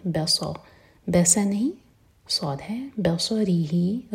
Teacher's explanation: را کے نیچے کسرا تھا را باریک